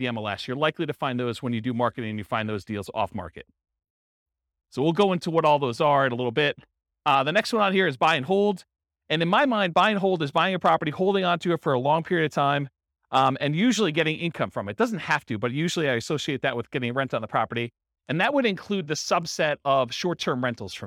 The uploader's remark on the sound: Real estate entrepreneurs in Philadelphia, Pennsylvania. This was a live class recorded to give investors a solid qualitative overview of all the different real estate investing strategies.